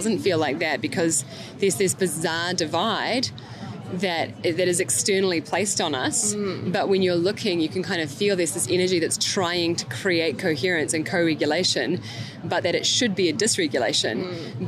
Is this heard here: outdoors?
yes